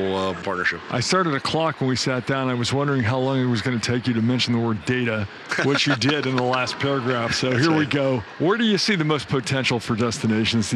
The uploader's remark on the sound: This episode is live from ESTO in Savannah, Georgia.